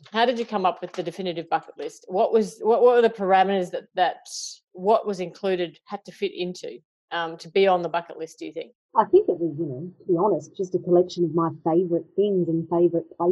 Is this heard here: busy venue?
no